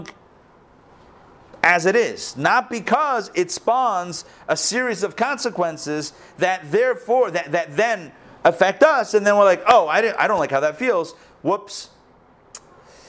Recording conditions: live audience